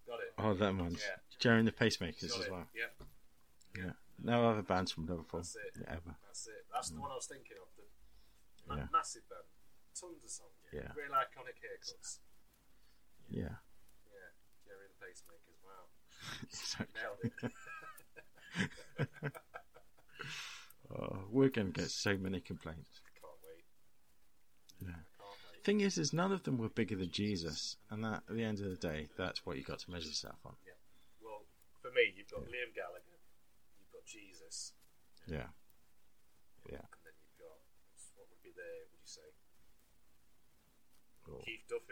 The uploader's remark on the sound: We must also apologise profusely for the audio quality. It seems that the new fandango PC and the mic are not best friends.